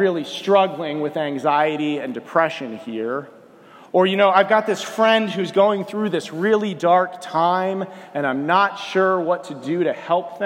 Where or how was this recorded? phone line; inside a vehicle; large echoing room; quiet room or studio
large echoing room